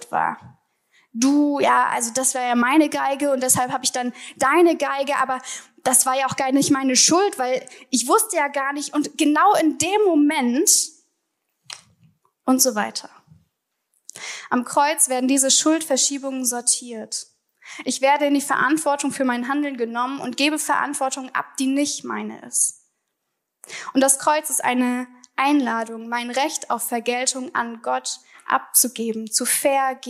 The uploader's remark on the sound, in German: Vortrag der Begründet-glauben-Konferenz 2023